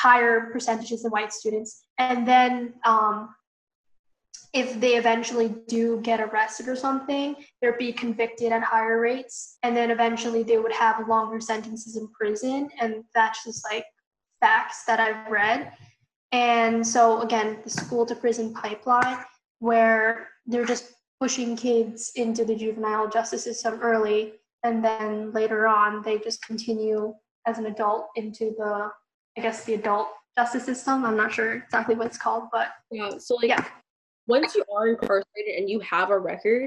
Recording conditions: video call